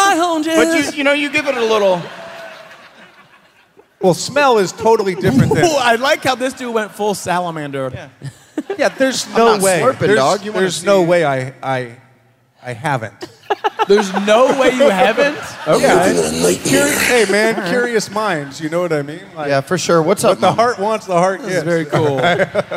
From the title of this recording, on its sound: Live from St. Louis